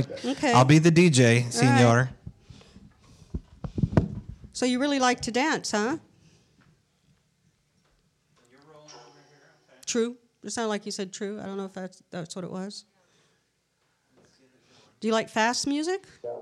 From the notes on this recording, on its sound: Manresa Castle in Port Townsend, Washington is where we host our bi-monthly event entitled Pod-Castle LIVE. We also conducted a ghost box and Kinect SLS camera sessions with amazing live results.